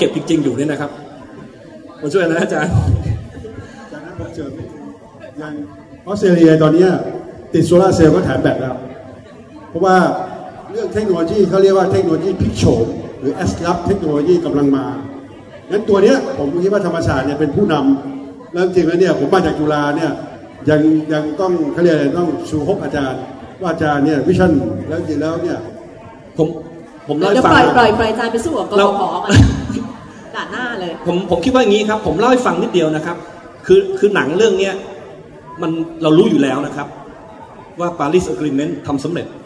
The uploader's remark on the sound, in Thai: เสียงอัดงานเสวนา ประเทศไทยกับ Climate Change.